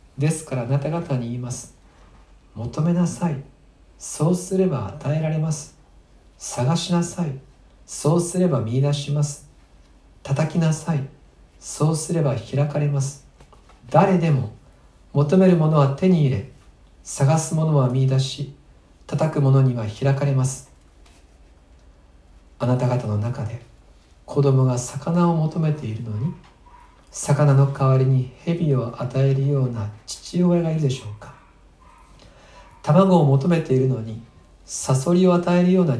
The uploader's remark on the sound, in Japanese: 2020/6/7吉備教会礼拝メッセージ録音です。